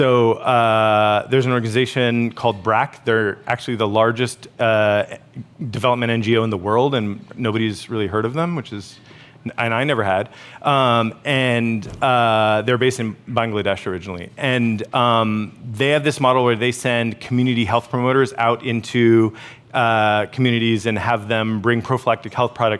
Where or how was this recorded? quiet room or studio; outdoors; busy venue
busy venue